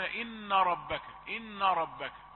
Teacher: فكأنه يأتي بالنون غليظة لقربها من الراء المفخمة، هي قريء شديد القرب الراء المفخمة بعدها، فهو يستسهل ويقول